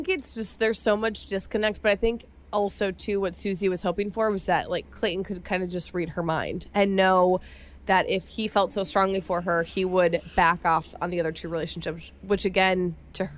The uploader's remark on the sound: LIVE from ‘Women Tell All,’.